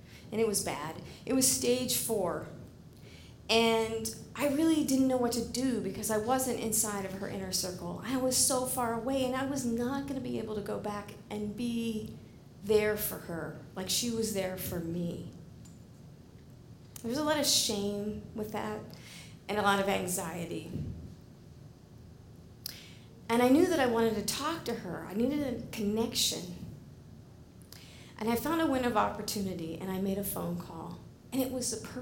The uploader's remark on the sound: live at The Fremont Theater in Portland, Oregon